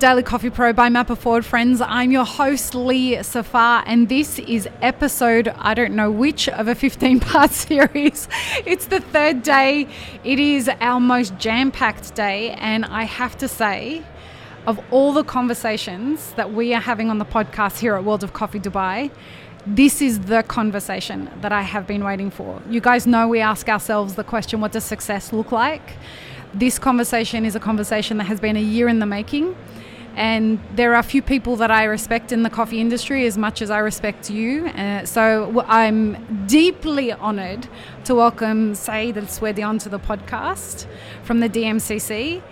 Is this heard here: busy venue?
yes